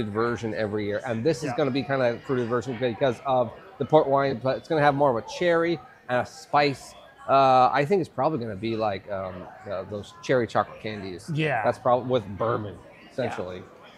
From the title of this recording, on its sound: LIVE from LEVEL BREWING in Portland!